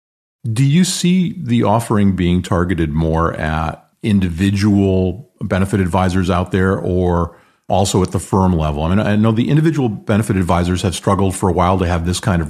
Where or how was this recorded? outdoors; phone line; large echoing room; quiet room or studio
quiet room or studio